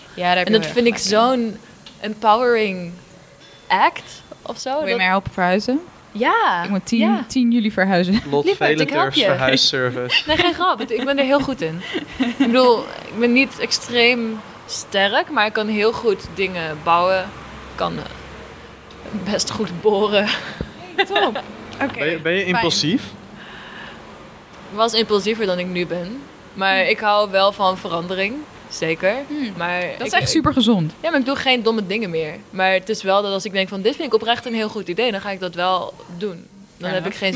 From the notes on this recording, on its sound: recorded during the Artez Academy of the Arts Finals 2019